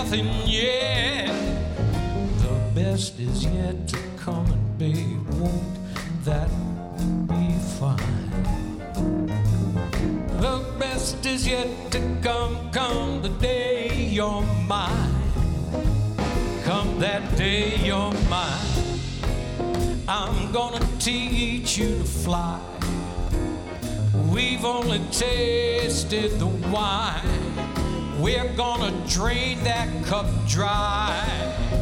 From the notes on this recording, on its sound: Live at the SouthPoint Casino